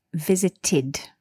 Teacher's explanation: The ed here is pronounced id